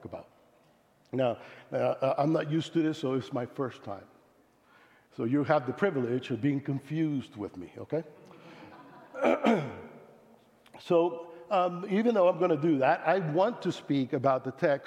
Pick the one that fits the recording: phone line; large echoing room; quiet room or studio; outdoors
large echoing room